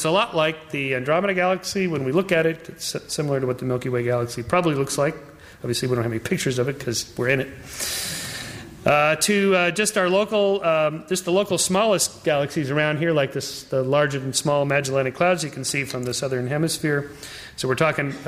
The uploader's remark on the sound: Talk presented by the Division of Biological Sciences and the Helen Edison Lecture Series at the University of California, San Diego.